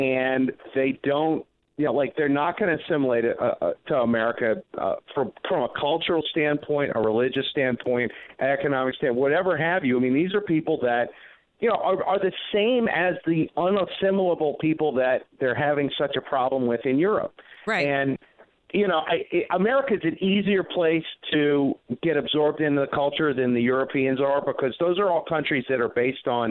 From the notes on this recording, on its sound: phone guest of the evening